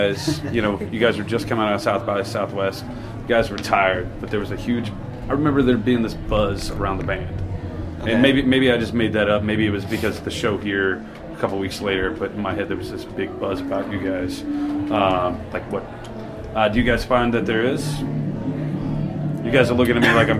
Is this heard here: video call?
no